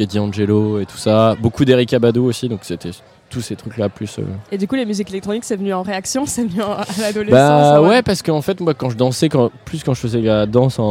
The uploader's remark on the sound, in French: Ce week-end on est en territoire Landais au Little Festival. Ce week-end on est en territoire Landais au Little Festival pour quelques jours a se mettre au vert (ou pas).